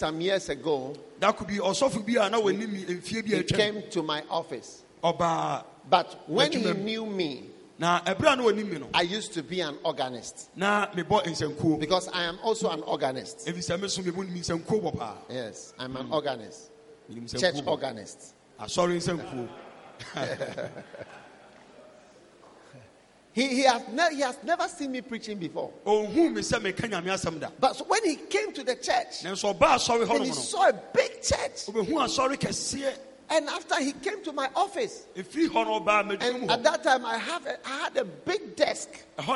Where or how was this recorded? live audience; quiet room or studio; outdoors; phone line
live audience